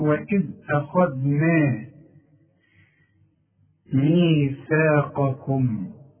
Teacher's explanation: الخاء مفخمة، الدال مرققة، النون كمان مرققة، اذا ما نقولش اخذنا، هنقول واذ اخذنا ميثاقكم.